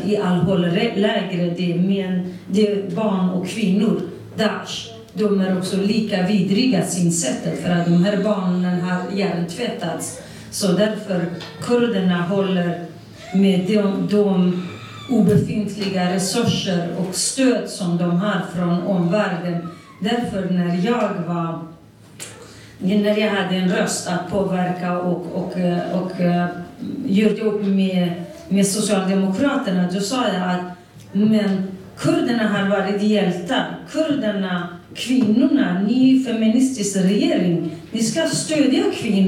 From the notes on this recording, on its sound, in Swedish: På ett möte organiserat av Arbetarpartiet. Här kan du höra inspelningen från mötet.